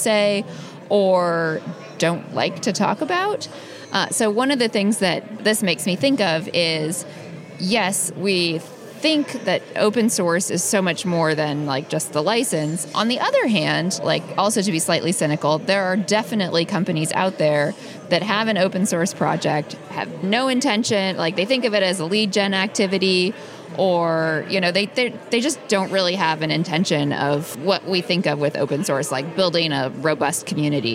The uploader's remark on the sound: In this episode of The New Stack’s On the Road show at Open Source Summit in Austin.